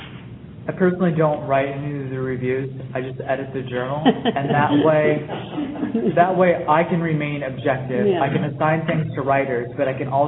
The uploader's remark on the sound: Taped live before an audience from the Virginia Humanities Conference at Bridgewater College, Bridgewater VA, April 8, 2011.